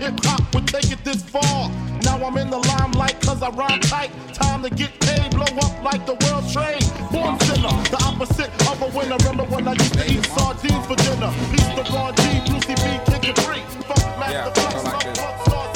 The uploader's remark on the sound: Live party juggling audio from Fete Fridays in Providence, RI